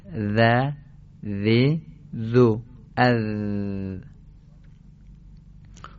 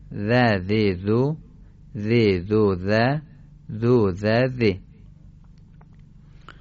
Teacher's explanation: تلفظ حرف ذال خیلی آسانه، خیلی راحت، و به این صورته که ما ذال رو به صورت نوک زبانی و نازک تلفظ کنیم. تلفظ ذال به صورت نوک زبانی و نازک است